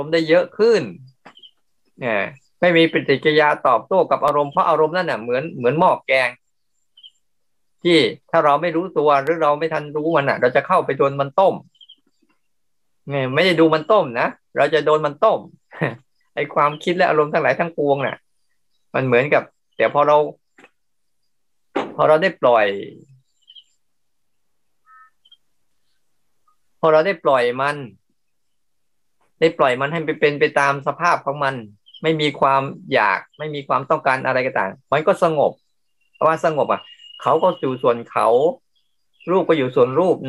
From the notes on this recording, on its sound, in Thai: คอร์สออนไลน์ (ผ่านโปรแกรม Zoom).